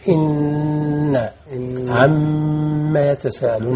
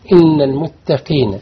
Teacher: النون والميم المشددات يتغني مقدار حركتين